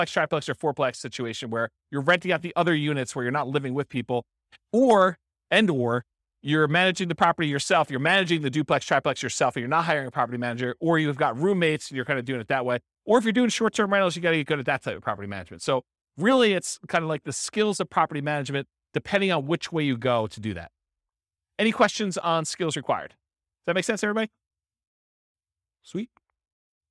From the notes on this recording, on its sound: This was a live class recorded